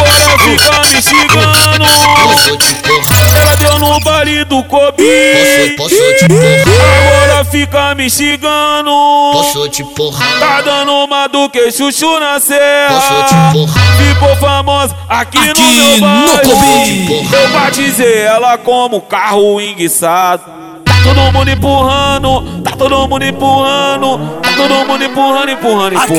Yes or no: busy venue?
yes